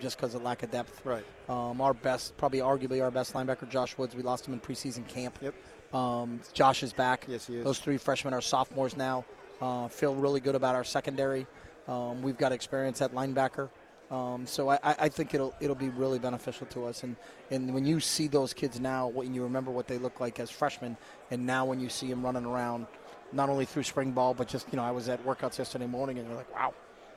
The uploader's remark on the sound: live from Pac-12 Media Day